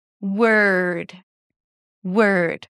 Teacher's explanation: Wr. As your tongue is up there, you push it to touch the upper palate to close it with a D sound.